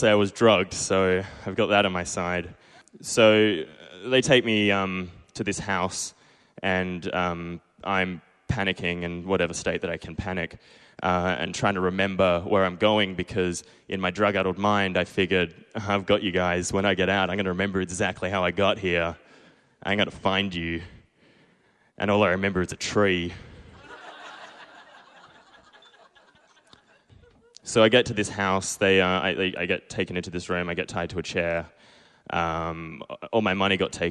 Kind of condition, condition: setting, busy venue